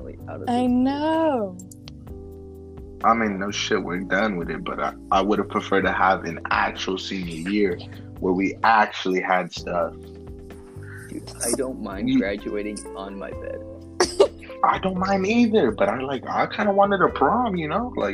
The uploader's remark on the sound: audio kinda moody